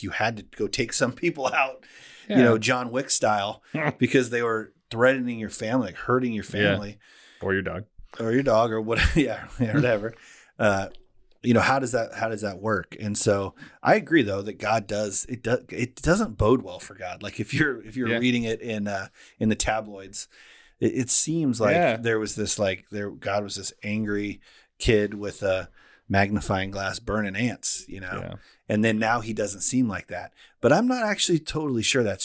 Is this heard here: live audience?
no